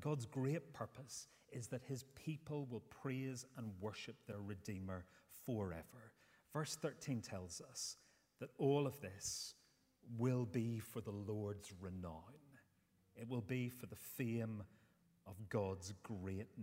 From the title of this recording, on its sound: Sunday 10th September 2023 morning service